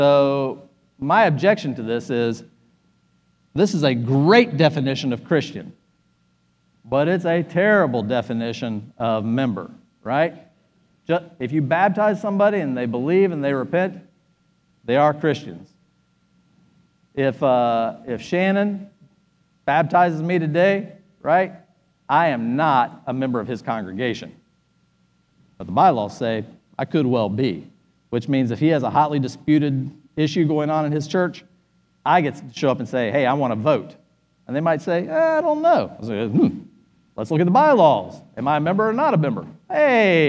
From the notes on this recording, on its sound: Spoke at our REFRESH conference in Nassau, Bahamas. This podcast is his teaching session from Day 02.